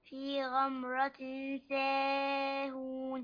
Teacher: تنوين وبعده السين والسين من حروف الإخفاء الحقيقي